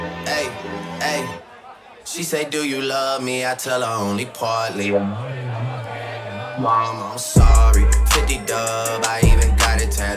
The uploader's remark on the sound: Live at ProefMei 2018